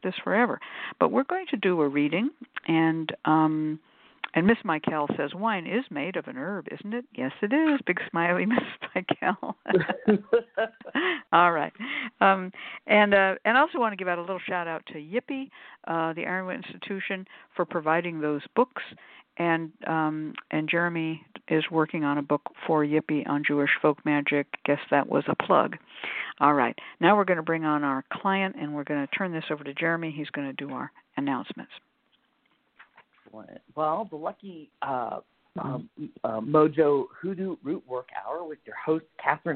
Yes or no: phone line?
yes